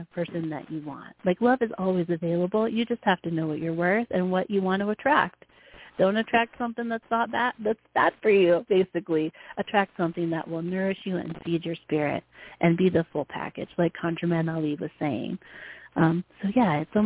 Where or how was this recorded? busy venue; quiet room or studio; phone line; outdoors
phone line